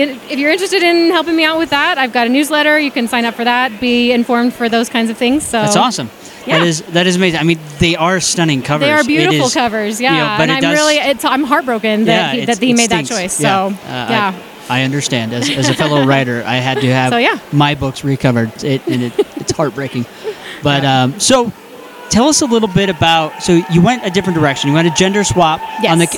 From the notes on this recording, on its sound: Author Interviews Live From DragonSteel 2023. We got to sit down with some rather amazing authors.